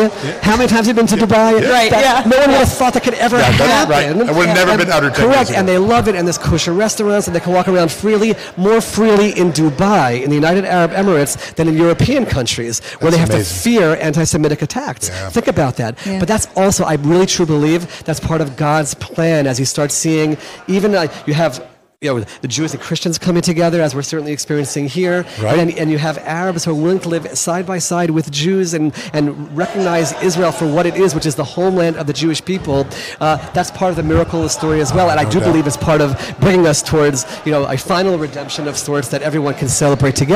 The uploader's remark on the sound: Live from NRB. Live from the National Religious Broadcasters Convention in Orlando, Florida.